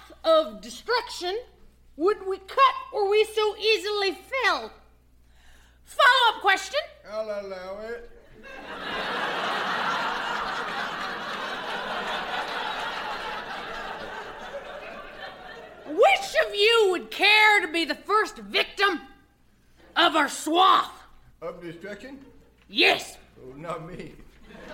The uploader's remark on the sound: At Largo, Los Angeles.